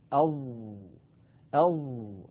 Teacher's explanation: على اليمين تمثيل لنطقنا لحرف الظاء أو أو، لاحظوا أن الصوت محصور بين طرف اللسان والأسنان العليا وبين مؤخرة اللسان، وقد تصعد أقصى اللسان إلى الأعلى وانحصر الصوت في هذه المنطقة.